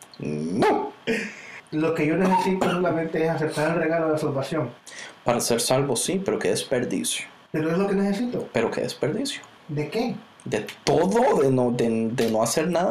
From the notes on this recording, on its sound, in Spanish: disculpen la calidad de la grabación, yo meti la pata y no grabe correctamente.